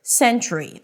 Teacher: This word has two syllables. The primary stress is on the first syllable, sen, and then the second syllable is ch, tree.